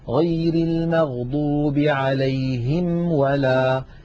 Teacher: الميم بانطباق الشفتين والواو بانضمامهما من غير انطباق مع بقاء فرجة إلى الأمام